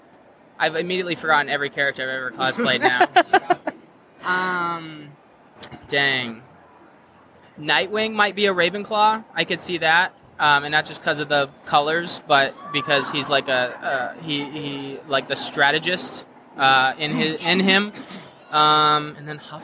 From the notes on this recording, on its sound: Live at Grand Rapids Comic Con